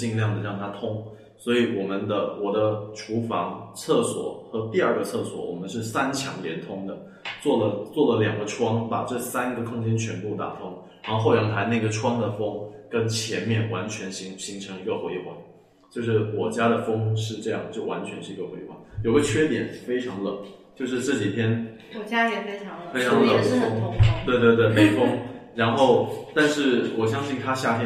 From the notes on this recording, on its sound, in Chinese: 在场还有两位热心听众旁听。由于第一次在实体店里录音，经验欠缺导致音质不佳，场面有些混乱，还请见谅。